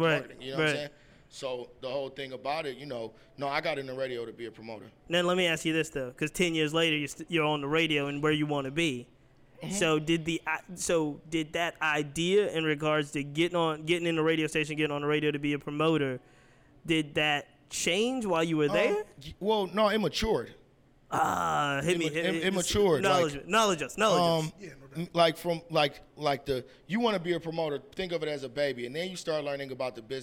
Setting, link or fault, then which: setting, busy venue